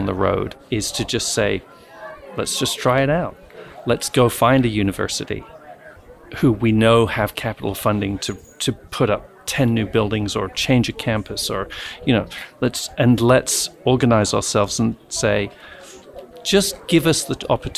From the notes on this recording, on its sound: Live from the 2023 SEGD Conference. Live from SEGD’s 50th Anniversary Conference in Washington, DC.